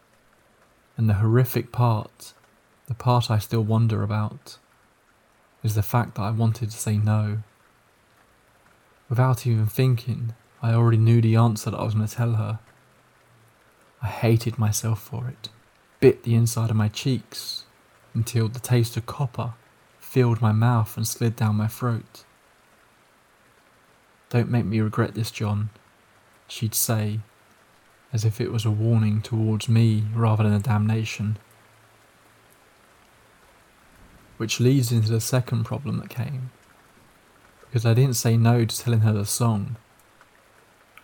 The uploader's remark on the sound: Scary stories with the sound of rain falling in the background